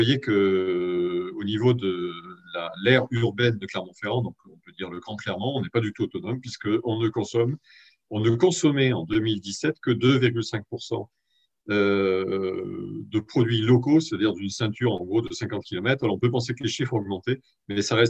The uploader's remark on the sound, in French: 20 novembre 2020 en visio